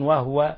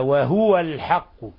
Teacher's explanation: هنا لفظ وهو كثيرا ما ننبه إخواننا أنه ينبغي تحريك الهاء · Shown in: second take · وهو وليس وهو.